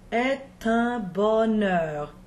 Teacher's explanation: So the only letters we need to pronounce are the AI at the beginning of it, as an open E. But a verb makes liaison with an article or predicate adjective that follows. So we also connect the T.